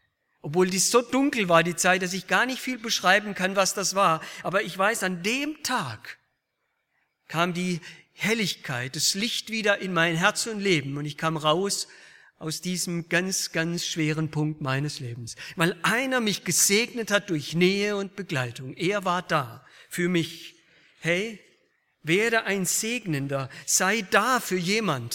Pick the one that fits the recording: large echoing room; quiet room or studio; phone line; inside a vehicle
large echoing room